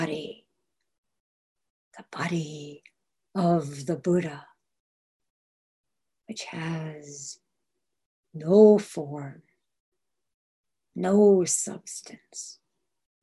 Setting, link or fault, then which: link, video call